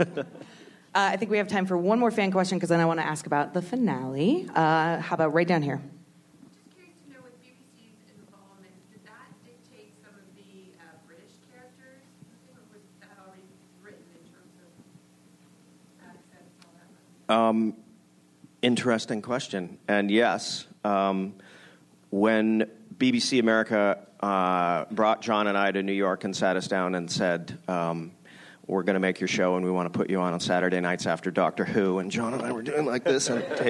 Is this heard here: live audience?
yes